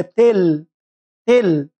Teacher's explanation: لام، يبقى إدغام من غير غن، يبقى نقول همزة تل، تل، منطقش النون، تل اللام على طول